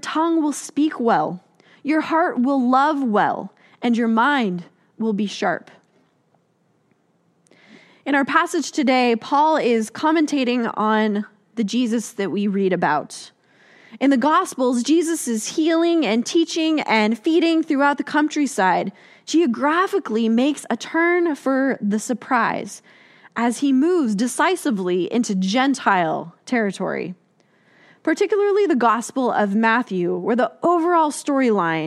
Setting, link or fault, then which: setting, large echoing room